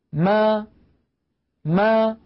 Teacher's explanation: فألاحظ بأن الشفتين تكونا ملتصقتان أو ملتصقتين ثم تبتعدان عن بعضهما ما، ويصاحب ذلك مخرج أصل الفتحة أي مخرج الألف ما. · Term: ميما مفتوحة